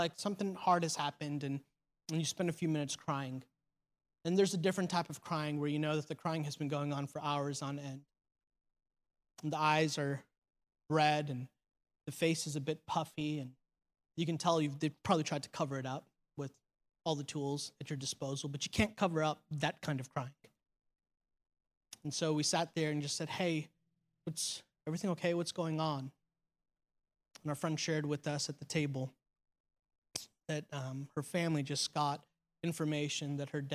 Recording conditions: large echoing room